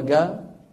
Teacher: منطقة الشرقية في مصر، تجدهم كالجزيرة العربية، القاف بيقولوها جا